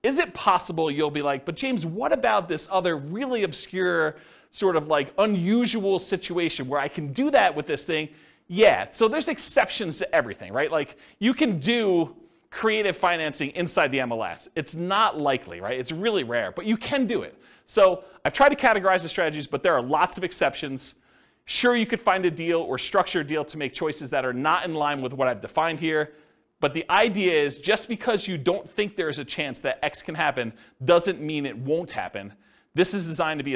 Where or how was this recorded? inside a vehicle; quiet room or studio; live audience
live audience